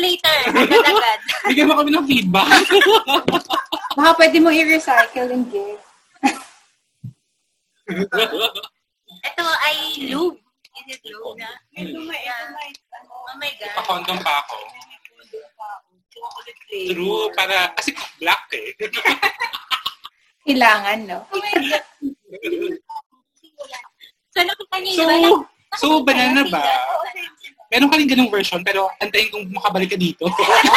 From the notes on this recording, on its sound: Sorry sa hindi magandang audio quality. We learned something this day, dapat may magandang mic at malakas na internet to have a better audio quality when you are having dinner outside and dapat may noise reduction.